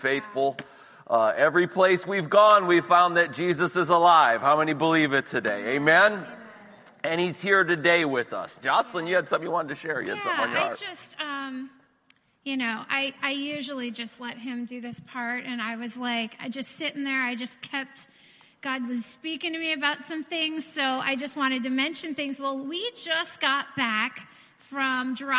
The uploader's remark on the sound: This recording is of the whole service.